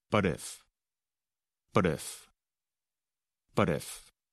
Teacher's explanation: And with the two words, but if, we don't really pronounce the letter T in the word but. Instead, it sounds almost like the letter D and connects to the word if